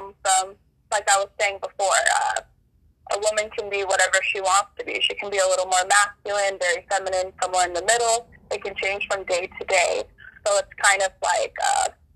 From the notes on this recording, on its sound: Phone interview